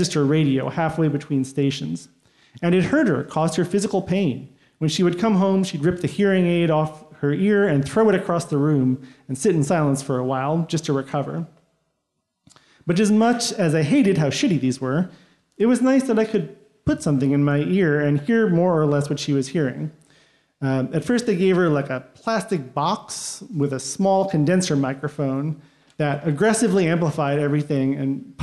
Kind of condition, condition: setting, live audience